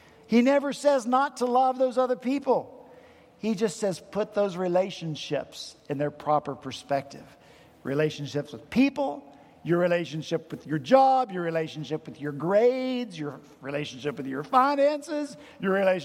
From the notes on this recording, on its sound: at Redeemer Presbyterian Church in Charleston, SC.